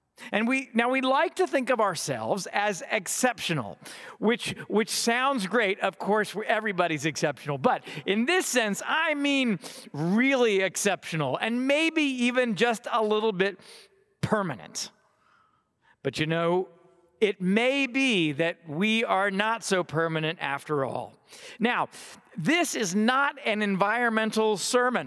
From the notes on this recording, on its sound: delivered on Ash Wednesday, 2024 from Trinity Cathedral, Cleveland.